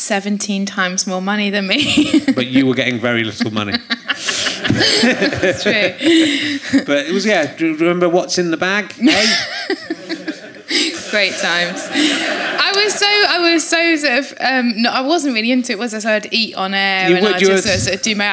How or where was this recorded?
live audience